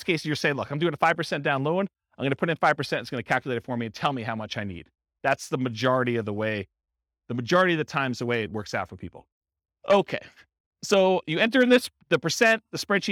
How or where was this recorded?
live audience